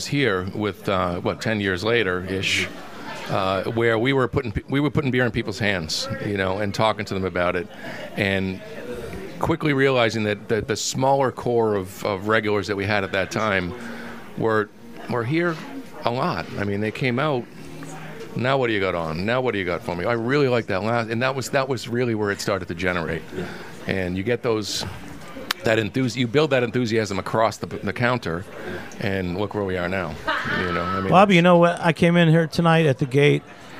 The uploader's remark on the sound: recorded during NYC Beer Week 2019 at Brooklyn craft beer stronghold The Gate